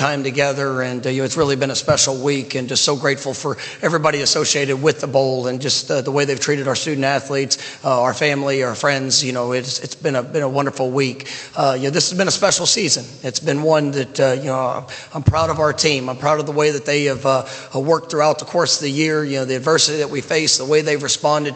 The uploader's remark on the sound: Orange Bowl coaches press conference. Orange Bowl press conference.